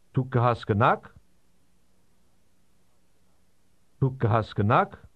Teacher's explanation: To ask a question in Armenian, you simply add a rising intonation to the end of the statement.